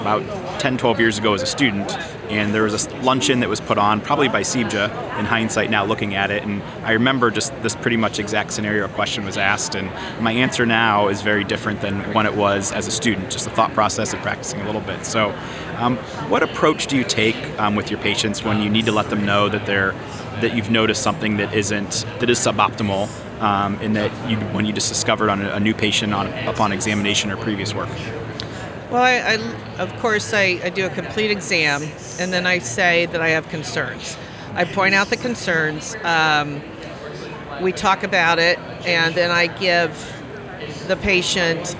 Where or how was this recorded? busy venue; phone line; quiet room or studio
busy venue